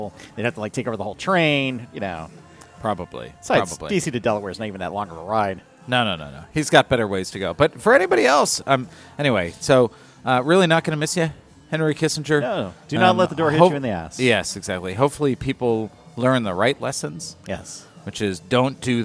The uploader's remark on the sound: On this episode recorded at Begyle Brewing.